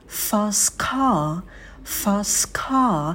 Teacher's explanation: в слове fast подольше сидите на звуке «ф», вытягивайте его